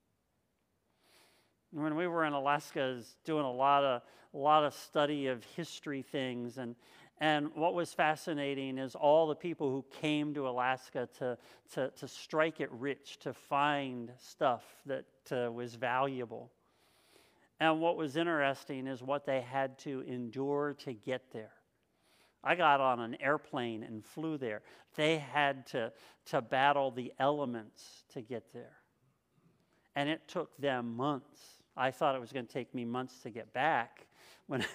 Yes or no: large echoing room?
yes